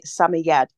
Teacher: with an emphasis on the last syllable